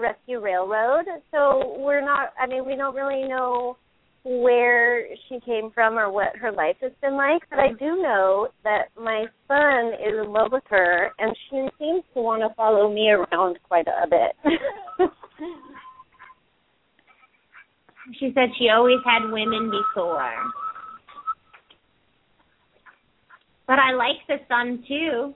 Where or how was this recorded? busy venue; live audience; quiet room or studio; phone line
phone line